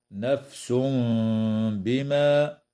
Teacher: ويقلب التنوين ميما مع مراعاة الغنة والإخفاء